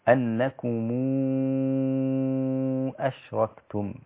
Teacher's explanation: مد ورش ميم الجمع إذا جاء بعدها همز ست حركات مشبعات، أنكم أشركتم هكذا، أي ميم جمع يأتي بعدها همزة ورش مدها ست حركات بالإشباع.